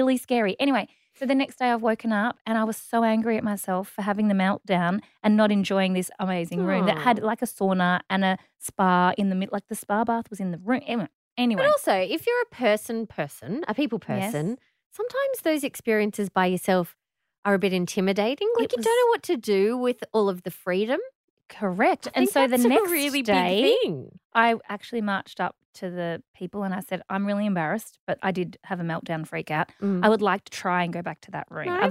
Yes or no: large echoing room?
no